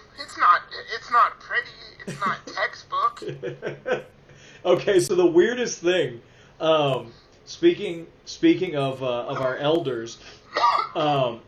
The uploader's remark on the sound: Forgive the terrible audio quality.